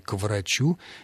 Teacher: В начале слова «врач» два согласных, один из них – смычный, звонкий, а второй просто сонорный, то есть такой звонче которого не бывает.